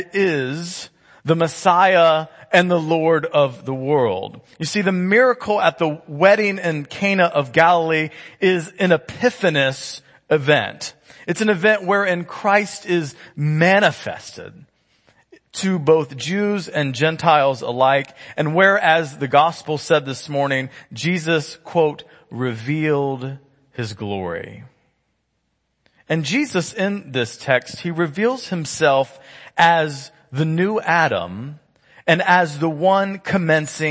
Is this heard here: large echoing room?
yes